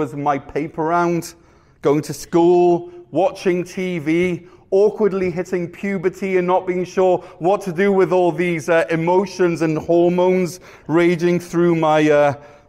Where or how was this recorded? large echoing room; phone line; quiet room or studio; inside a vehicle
large echoing room